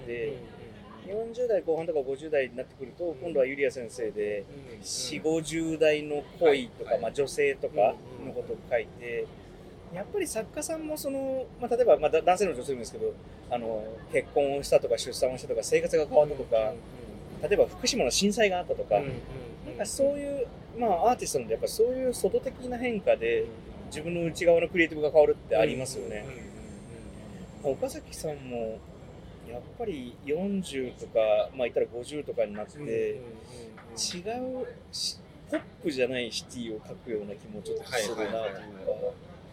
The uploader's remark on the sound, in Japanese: 東京にやってきた。上野の路上で雑に収録した今回の「ブックブックこんにちは」は、雑談多めの雑音多め。雑音というノイズはある。